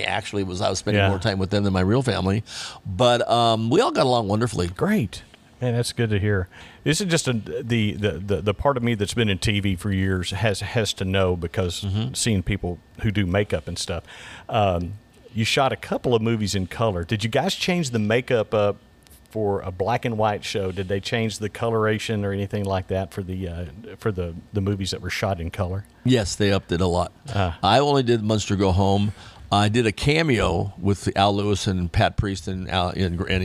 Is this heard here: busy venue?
yes